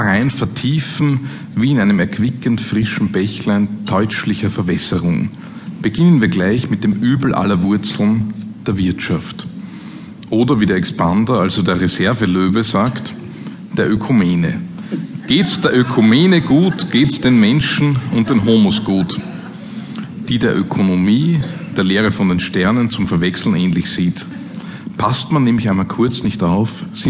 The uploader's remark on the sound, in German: Live-Aufnahme aus der Roten Bar im Volkstheater Wien.